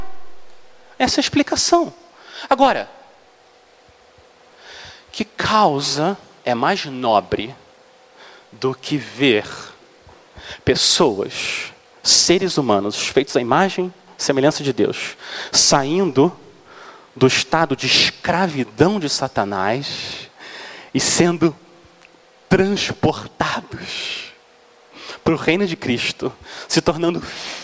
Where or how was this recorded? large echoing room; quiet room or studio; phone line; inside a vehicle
large echoing room